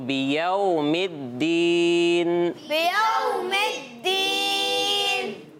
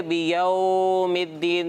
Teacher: واو ساکن سے پہلے زبر آ گیا ہے تو واو لین ہوگا تو واو لین میں کیا کرتے ہیں بغیر کھینچے بغیر جھٹکا دیے نرمی سے پڑھتے ہیں · Shown in: first take